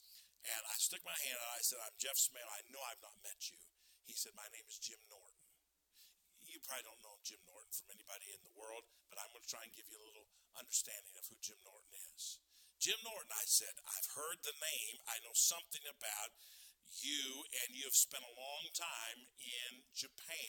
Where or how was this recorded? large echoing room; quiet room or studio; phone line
large echoing room